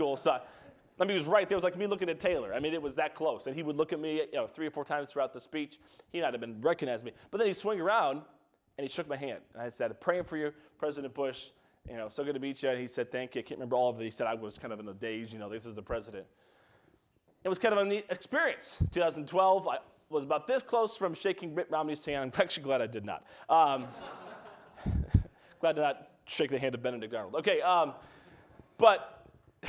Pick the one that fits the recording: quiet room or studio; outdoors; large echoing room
large echoing room